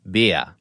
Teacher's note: a tendency to drop the R sound. This is exchanged for an ah, turning beer into beer.